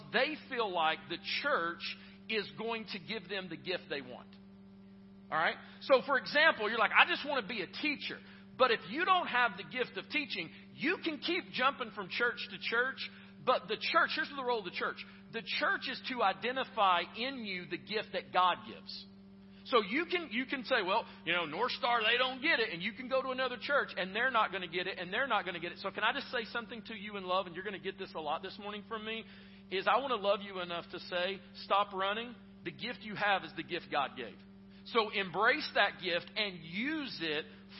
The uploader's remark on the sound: Preached at Northstar Church (south campus), in Knoxville, TN